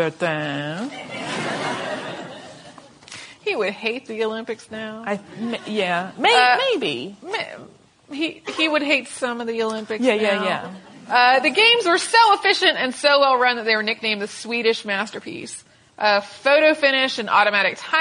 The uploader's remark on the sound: Live at the DMA